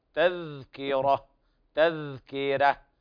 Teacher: الذال الساكنة ليس فيها قلقلة، الذال لا تقلقل